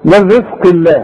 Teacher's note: رقق للراء والزين كمان ترق